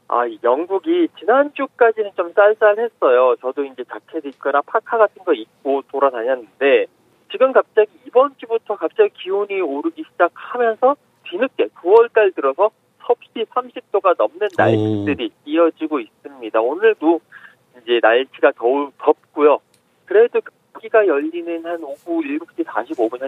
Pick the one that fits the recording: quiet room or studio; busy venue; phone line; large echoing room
phone line